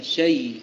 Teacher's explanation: ويراعي في هذا التشديد الجمع بين الرهاوة التي في الياء وبين التشديد الذي على الياء، فيجمع بين الأمرين بجريان بسيط في الصوت، لا يبالغ في